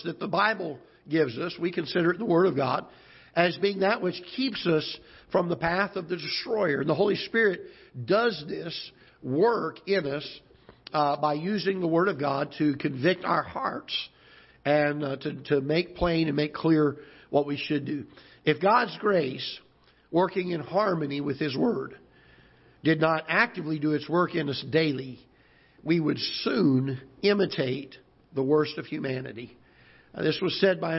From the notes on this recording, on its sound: Ketha Heights Baptist Church ~ Live Broadcast.